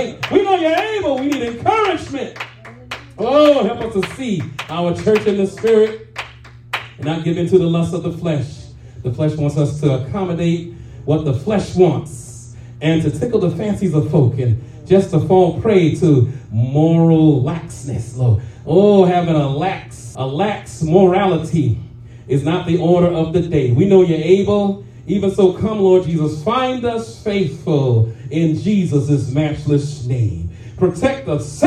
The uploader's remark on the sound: shared this prophetic message live at RACC